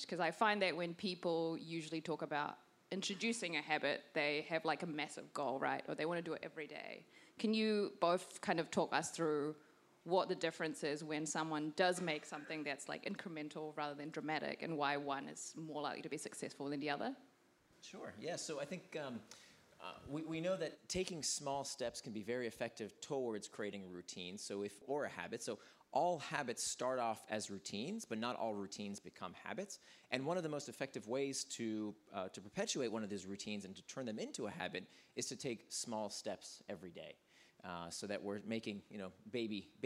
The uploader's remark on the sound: LIVE from FCNY 2019. Recorded live at the Fast Company Innovation Festival.